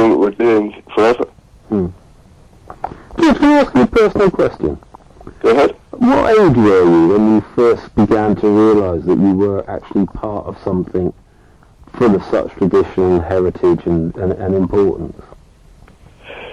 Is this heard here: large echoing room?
no